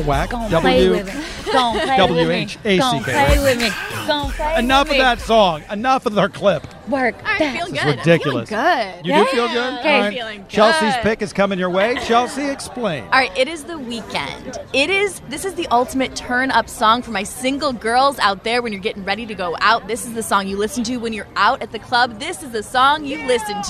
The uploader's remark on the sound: The Morning Show Is Live from The Happiest Place on Earth!